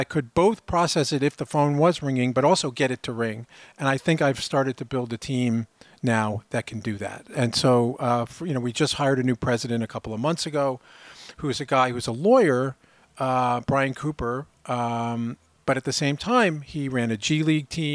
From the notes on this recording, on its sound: Live from Uncharted Summit. This special edition of Uncharted was recorded live at the annual Uncharted Summit in Southampton.